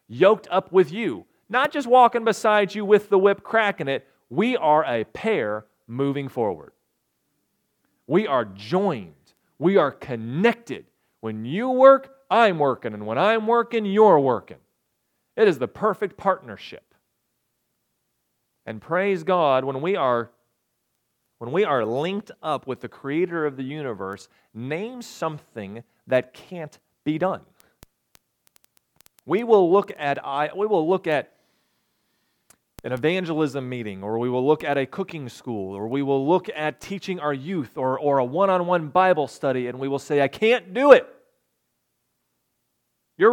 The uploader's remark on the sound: recorded on October 22, 2022, at the Ringgold Seventh-day Adventist Church.